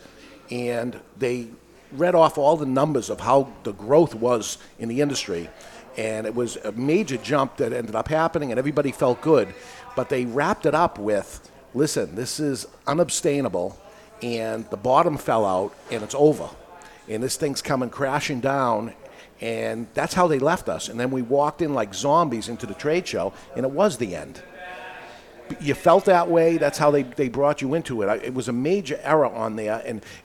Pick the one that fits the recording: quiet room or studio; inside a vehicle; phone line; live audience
live audience